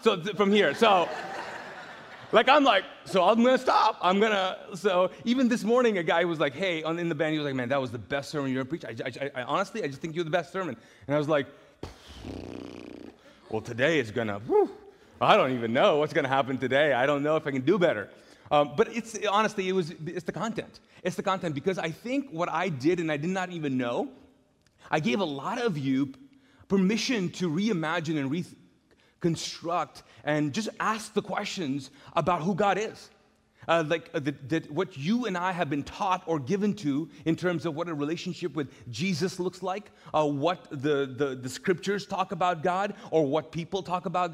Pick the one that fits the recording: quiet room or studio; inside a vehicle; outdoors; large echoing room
large echoing room